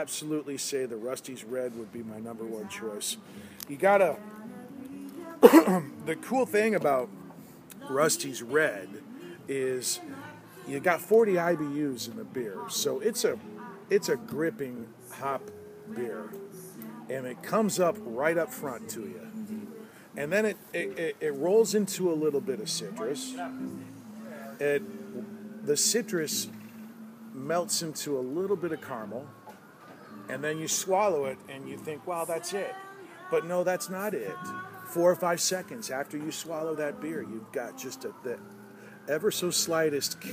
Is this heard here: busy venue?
yes